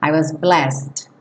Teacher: Pula direto do S para o D.